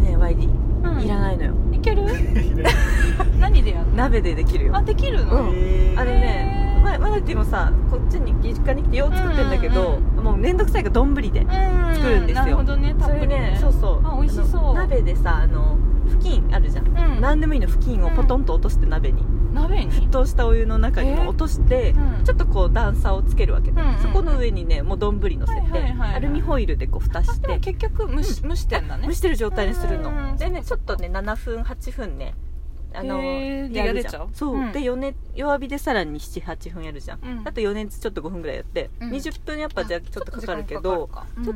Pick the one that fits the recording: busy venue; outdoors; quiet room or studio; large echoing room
outdoors